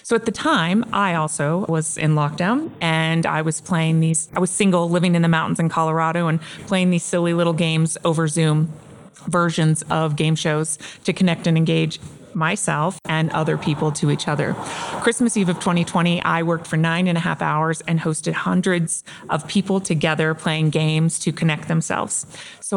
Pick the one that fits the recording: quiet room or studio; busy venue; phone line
busy venue